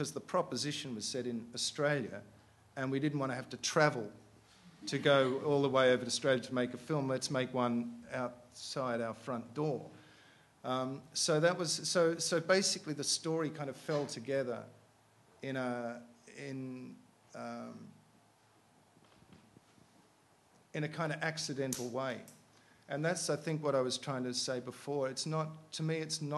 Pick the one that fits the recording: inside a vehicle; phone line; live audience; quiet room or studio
live audience